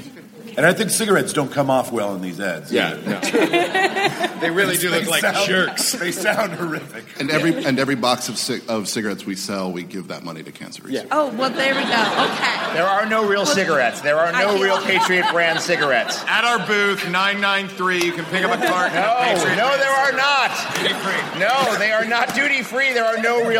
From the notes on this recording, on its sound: At C2E2, Chicago. From C2E2 in Chicago, the TAH panel.